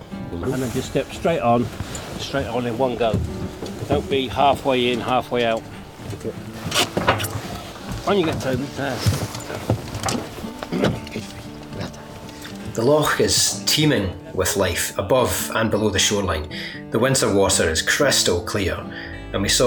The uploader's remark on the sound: Out and about in one of Scotland's wildest regions. In this episode, we delve deeper into the West Highland Peninsulas for a chilly splash in Loch Sunart and a trip to the uninhabited conservation Isle of Carna.